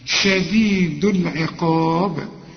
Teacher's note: القاف مفخمة والمد كمان بتاعها مفخم